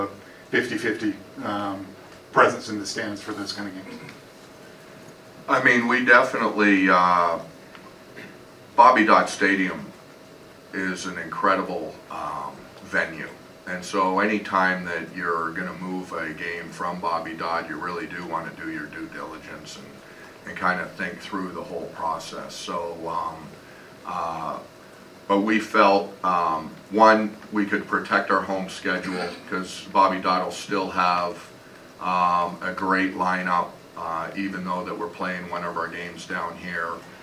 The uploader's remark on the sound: Mercedes-Benz Stadium Press Conference